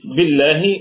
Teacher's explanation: بالله الباء حرف جر، بي والهمزة همزة وصل، لا تثبت لا وصلا، لا تثبت وصلا وتسقط وصلا، عفوا تسقط وصلا وأيضا تسقط ابتداء، يعني هي ساقطة في البدء والوصل. ولام لفظ الجلالة هنا مرققة لأنها مسبوقة بالكسر